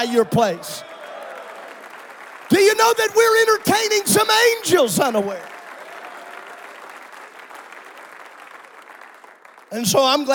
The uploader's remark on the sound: This is a special episode from the 2023 Indiana District Men's Conference which took place on March 10th and 11th at Calvary Tabernacle. Was preached in Saturday's General Session.